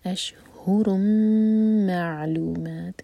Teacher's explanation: ادغام غنہ کے ساتھ، میم پر ٹائم دیں اور عین پر جھٹکا نہ آئے، عین ساکن پر.